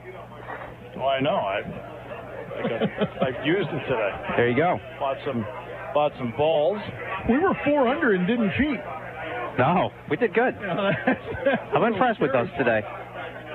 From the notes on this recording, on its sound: Live at the Purdy Golf Tournament. Live at the Greater Susquehanna Valley YMCA Purdy Golf Tournament with live coverage.